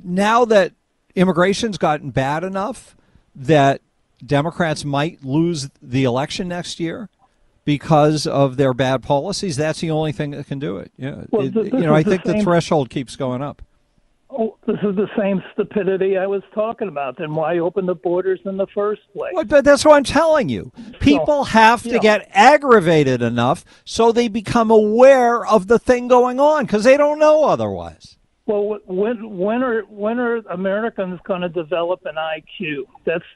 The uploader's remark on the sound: We play RANTS - and take phone calls.